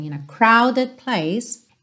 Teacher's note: crowded enrola o R porque ele tá antes de uma vogal